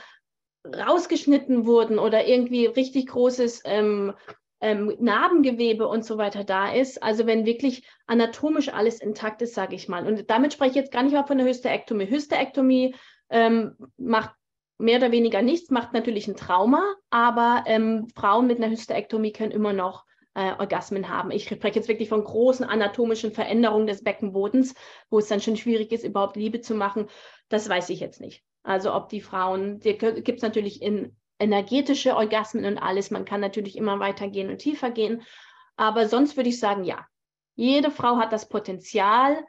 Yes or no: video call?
yes